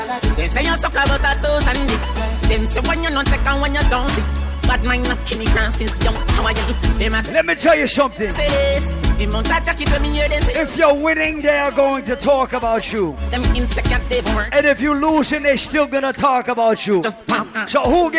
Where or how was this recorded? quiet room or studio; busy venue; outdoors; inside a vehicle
busy venue